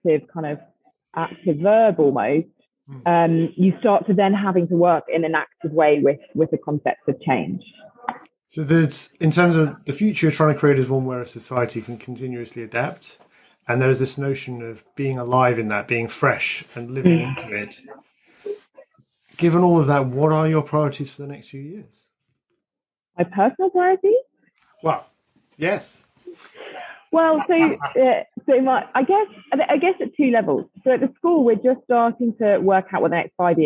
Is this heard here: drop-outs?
yes